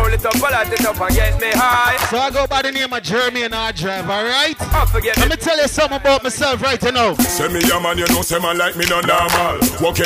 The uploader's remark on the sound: At Island Vibes, Nashville, TN... This is the live mix from the club.